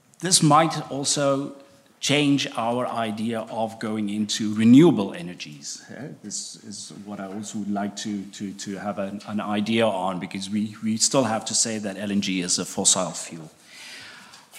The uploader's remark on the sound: ENERGY SECURITY PANEL at the 3rd Annual Capital Link German Maritime Forum, Hamburg Germany. At the Radisson Blu Hotel in Hamburg, Germany.